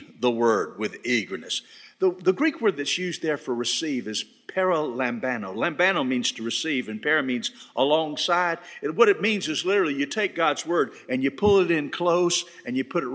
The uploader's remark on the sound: This sermon was delivered on July 31, 2022 at First Baptist Church Hendersonville, NC.